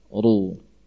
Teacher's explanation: Huruf ra kalau di fathah berbunyi tebal